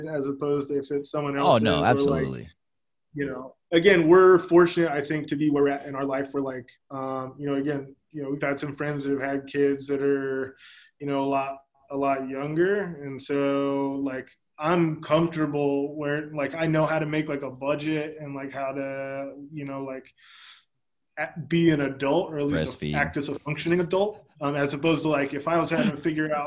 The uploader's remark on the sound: We have our first Zoom interview/video content for The kPodcast.